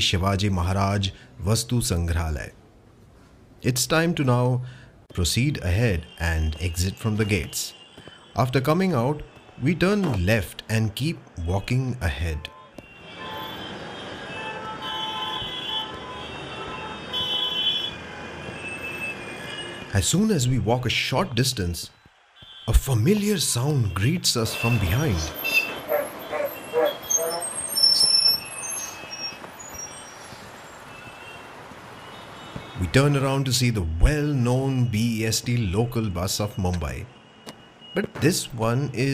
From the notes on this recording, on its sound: The view from Wellington Fountain | Regal Cinema | Colaba Causeway | Maharashtra State Police Headquarters. On this sound journey through the roads, streets, bylanes of South Mumbai. You and I will visit some prominent buildings, landmarks and food joints with actual ambient sounds and noises. Watch your step as we cross streets and avoid traffic as we go about on this storytelling tour around the Flora fountain & Hutatma Chowk in the Fort area of South Mumbai.